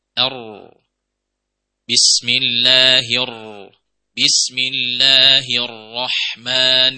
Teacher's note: ketika ada ra bertasdid maka dilirihkan sedikit tasdidnya